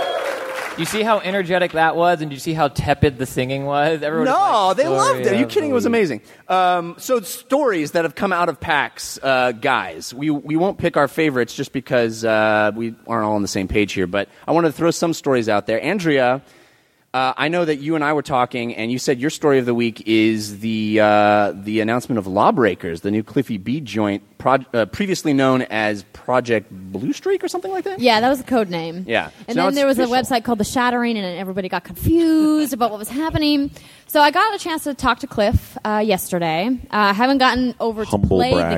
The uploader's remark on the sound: This special episode was recorded in front of a LIVE audience at PAX 2015!